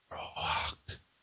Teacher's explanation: you say it very quietly in a whisper, very breathy